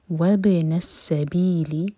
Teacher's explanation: با کو باؤنس کر کے پڑھیں گے